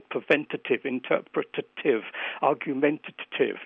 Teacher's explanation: these longer forms have got this stuttering, unstressed syllable in the middle